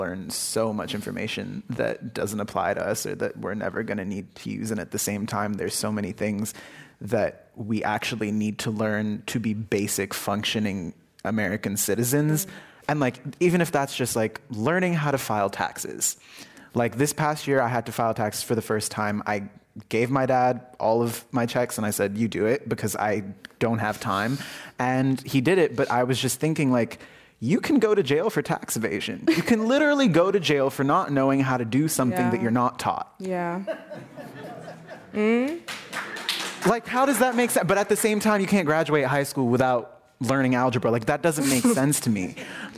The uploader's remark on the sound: This program was recorded in front of a live audience at The Commonwealth Club of California in San Francisco.